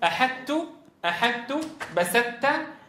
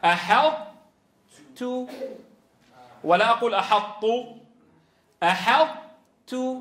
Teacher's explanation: يطبق المتكلم لسانه على طاء غير مقلقلة ثم يجافيه عن تاء متحركة · Shown in: second take · Term: صفة الإطباق